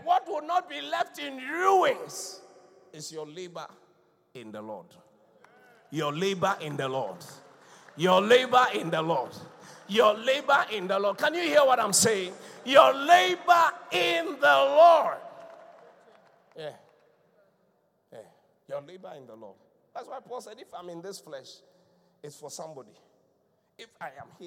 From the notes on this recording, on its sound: Preached at the Qodesh